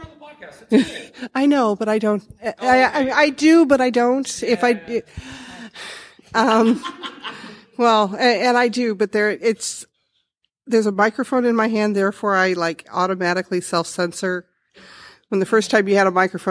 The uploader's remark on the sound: The interview from Productivity Alchemy LIVE. At WindyCon 45.